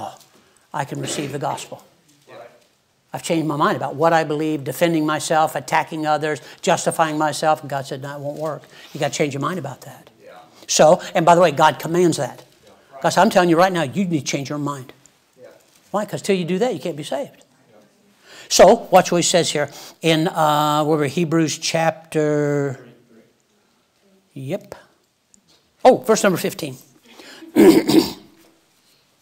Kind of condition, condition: setting, large echoing room